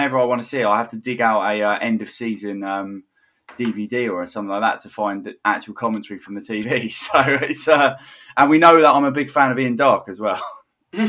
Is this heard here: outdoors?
no